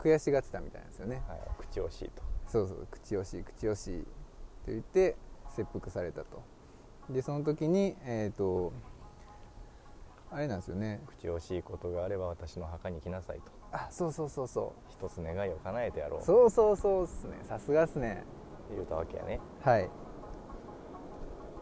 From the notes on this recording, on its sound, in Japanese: 大物公園収録の後編です！